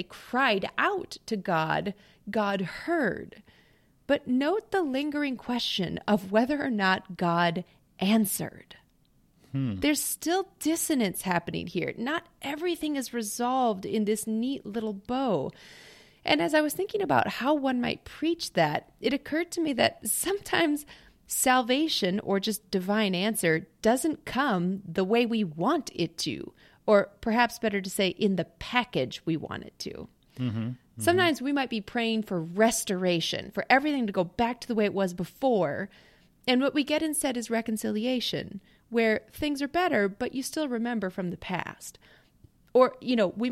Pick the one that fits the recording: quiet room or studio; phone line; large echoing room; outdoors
quiet room or studio